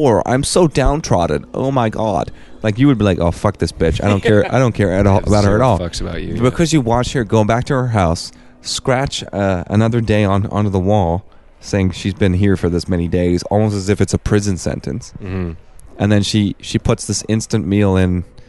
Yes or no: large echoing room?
no